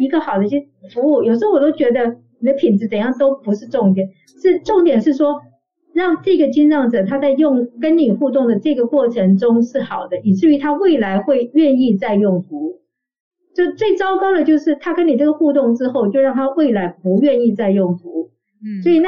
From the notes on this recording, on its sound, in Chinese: 本集採線上錄音，音質欠佳請見諒。